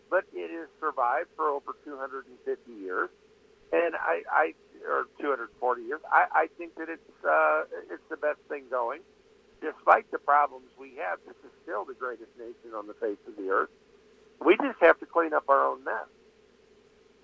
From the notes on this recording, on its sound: Live show with a call in guest!